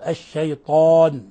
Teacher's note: لفظ الشيطان كان عليه أن يفخم الألف